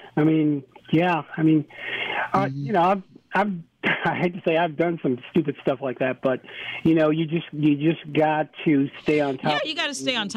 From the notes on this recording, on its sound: A Full Show Of Open Lines Live On Community Connection!